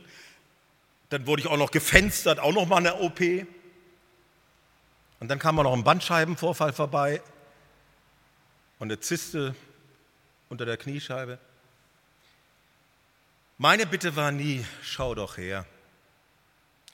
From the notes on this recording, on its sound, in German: Missions-Gottesdienst der Missionsberg-Gemeinde (Liebenzeller Mission).